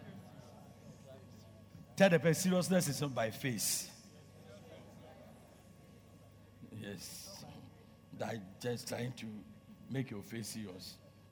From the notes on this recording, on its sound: Preached at Loyalty House, Abbey, Dahwenya